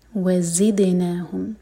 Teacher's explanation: زا کے لیے بزنگ ساؤنڈ آنا چاہیے